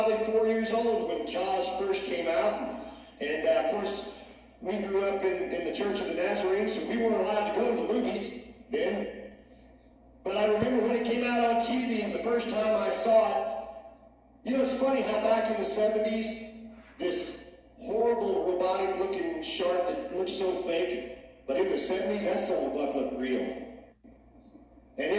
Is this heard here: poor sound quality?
yes